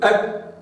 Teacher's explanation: تجد أن أقصى اللسان ارتفع وطرف اللسان ووسطه إلى أسفل إلى جهة الحنك السفلي · Term: الكاف